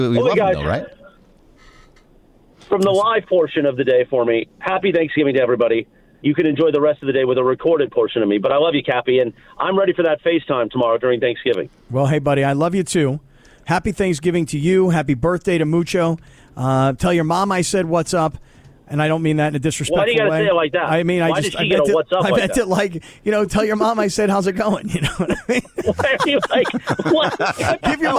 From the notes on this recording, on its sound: calls in to the hotline